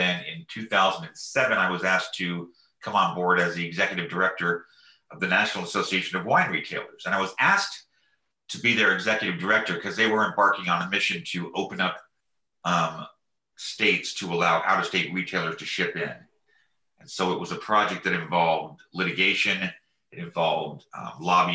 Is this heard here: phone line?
no